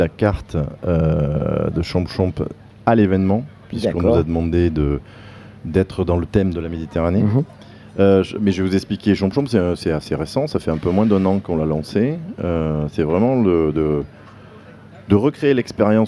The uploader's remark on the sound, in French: Radio Grenouille au Street Food Festival 2022 - Dimanche